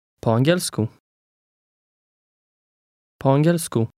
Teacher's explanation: notice that the middle of the word is stressed